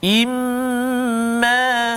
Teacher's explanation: gunnah pada nun dan mim bersabdu ataupun musyaddadah